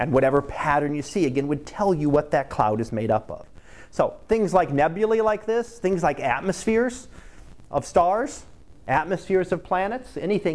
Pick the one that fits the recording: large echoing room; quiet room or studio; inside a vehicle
large echoing room